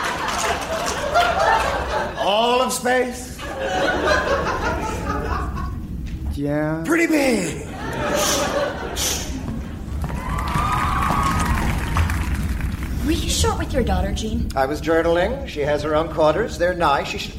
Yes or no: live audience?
yes